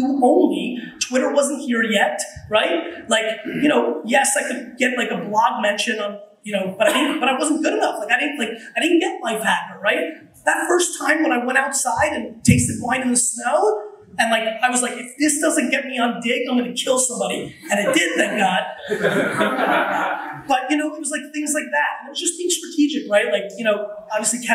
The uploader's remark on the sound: WeWork 2013 Keynote. A keynote that I gave at WeWork in 2013.